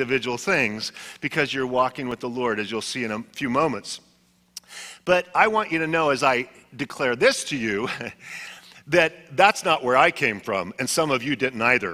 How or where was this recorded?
large echoing room